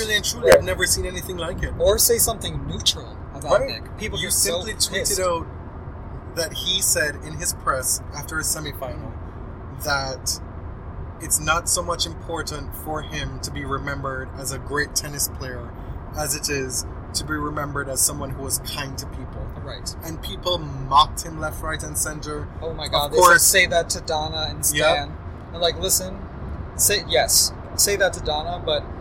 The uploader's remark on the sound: We're recording in the car again